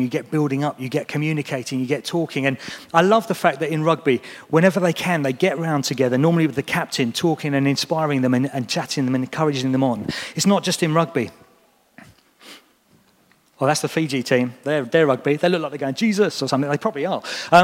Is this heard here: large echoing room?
yes